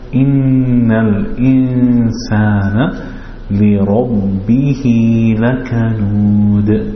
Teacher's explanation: when you have noon with a shadda, you want to make the sound come from the nasal. · Term: nasal sound